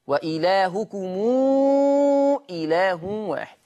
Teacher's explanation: قرأ ورش بصلة ميم الجمع في لفظ وإلهكم إله واحد، وإلهكم إله واحد، هكذا صلة الميم.